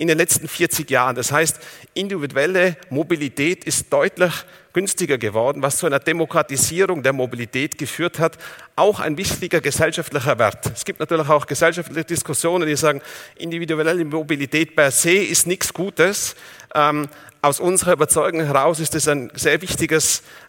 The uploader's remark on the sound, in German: In seinem Vortrag beim auto motor und sport Kongress 2019